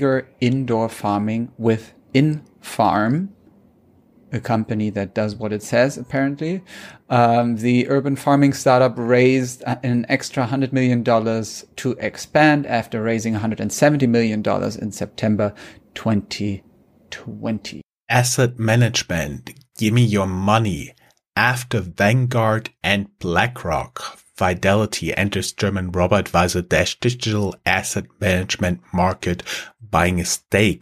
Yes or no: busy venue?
no